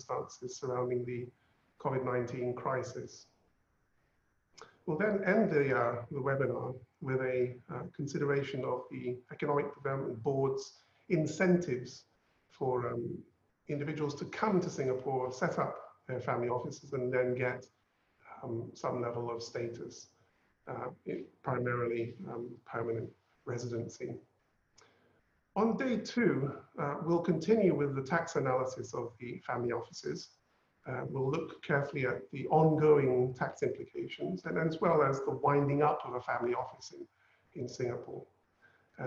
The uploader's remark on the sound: Webinar audio recording.